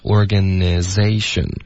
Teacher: 因为 organization 它的重音是 z 的这个音节，所以 z 里面的这个 a 就不能变弱 · Term: 弱读